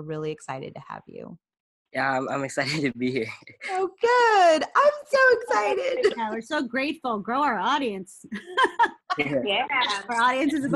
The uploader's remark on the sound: We are still under Stay-at-Home protocol due to Covid_19, so instead of being in the studio, we take to Zoom to record this episode. In this pre-recorded show.